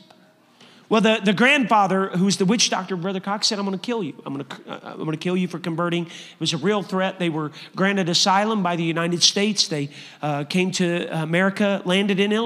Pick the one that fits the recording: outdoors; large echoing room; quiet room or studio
large echoing room